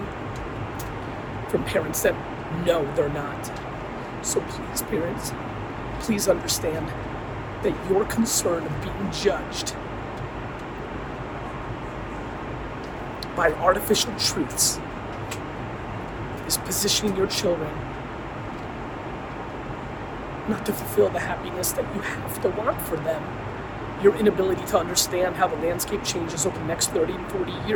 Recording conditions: phone or laptop microphone